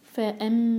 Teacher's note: میم پر غنہ، میم کو ہولڈ کریں گے دو سیکنڈس. فأما ال لام پر جھٹکا نہ ہو.